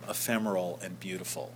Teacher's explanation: It is, but rhyming on a last and not very stressed syllable like that, two long words which are rhyming on what is not the stressed syllable in either word. That is, beautiful is the stress, but the beaut is what's really stressed in the word beautiful.